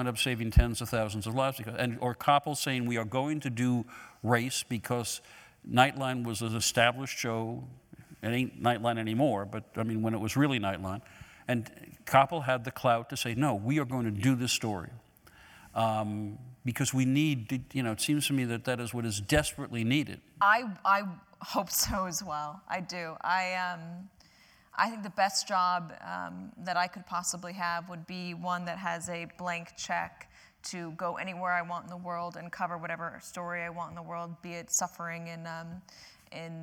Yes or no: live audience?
yes